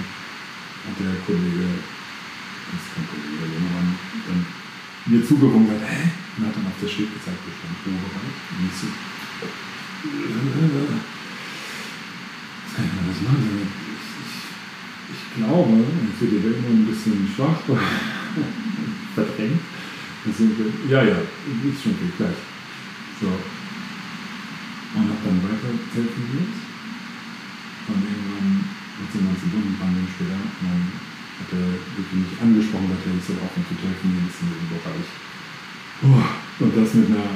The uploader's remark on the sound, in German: Nochmals sorry für die Tonqualität heute.